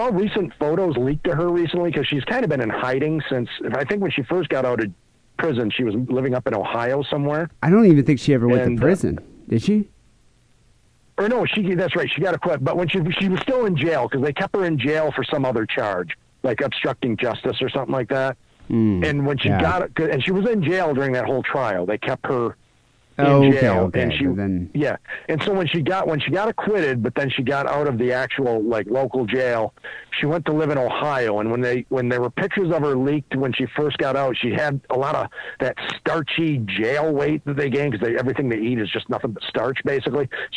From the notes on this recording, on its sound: Phone calls.